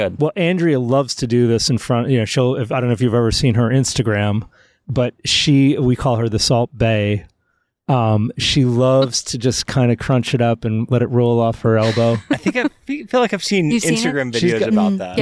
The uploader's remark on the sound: Then we travel to the Oregon coast to speak with Jacobsen Salt founder. We sit outside the salt factory.